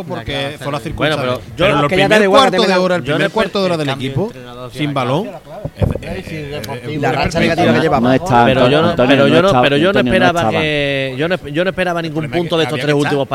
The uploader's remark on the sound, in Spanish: emitido en directo desde Grillaera de Plaza Andalucía